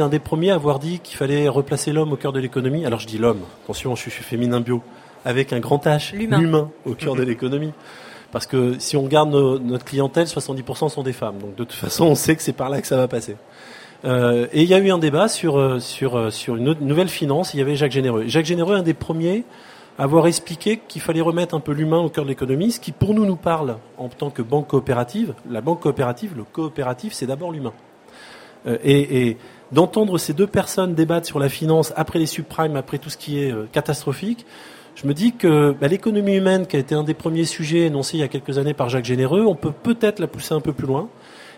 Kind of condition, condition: setting, busy venue